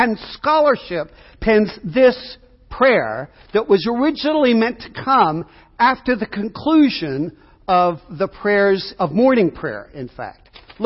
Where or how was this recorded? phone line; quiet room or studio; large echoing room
large echoing room